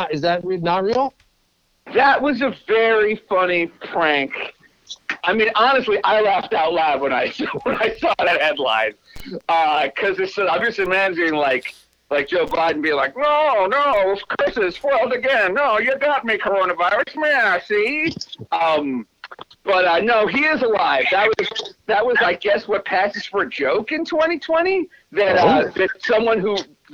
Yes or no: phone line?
yes